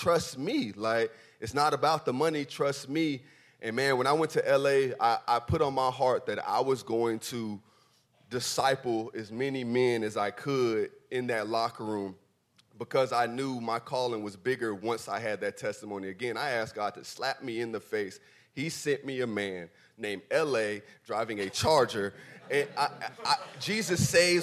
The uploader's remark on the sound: This edited audio was taken from "Super Saturday X", a special event put on by UNPACKIN' it the day before the Super Bowl.